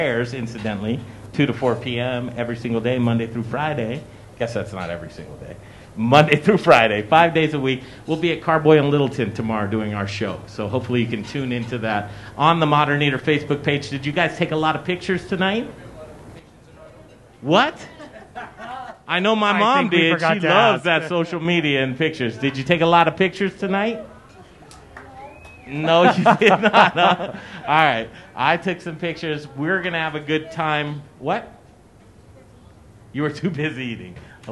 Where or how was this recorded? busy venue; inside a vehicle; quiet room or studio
busy venue